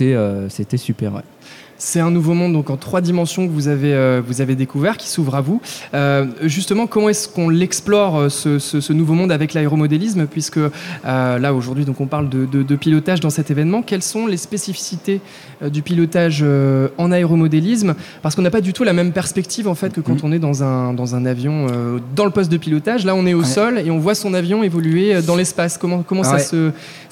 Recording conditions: live audience